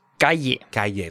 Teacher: And in Mexico, sometimes you'll hear a Y.